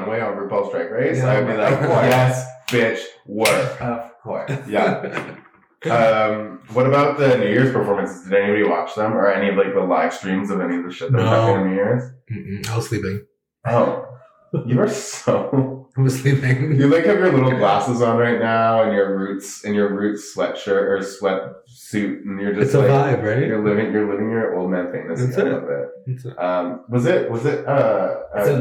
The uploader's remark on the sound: totally fucked up the audio on this one